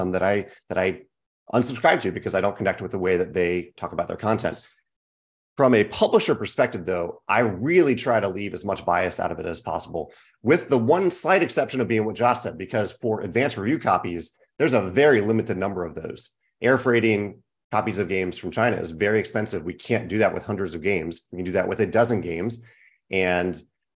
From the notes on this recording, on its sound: hosted a Zoom panel